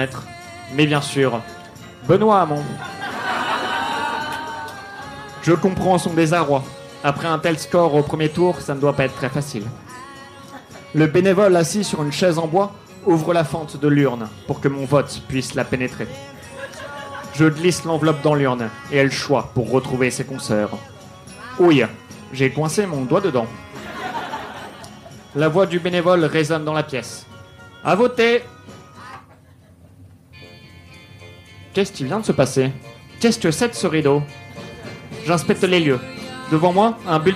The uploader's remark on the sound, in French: Enregistré en direct et en public au One More Joke le 10/01/2019.